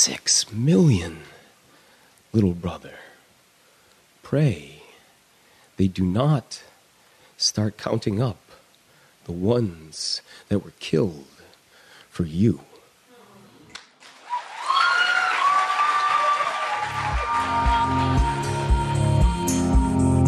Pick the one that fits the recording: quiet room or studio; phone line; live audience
live audience